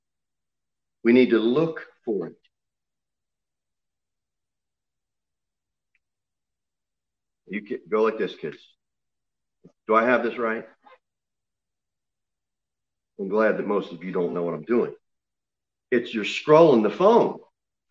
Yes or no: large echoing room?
yes